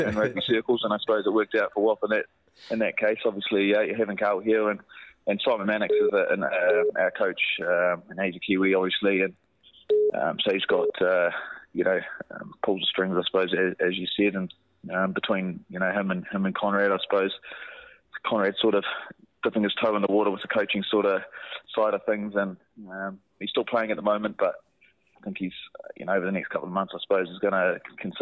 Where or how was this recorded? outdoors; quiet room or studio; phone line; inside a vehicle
phone line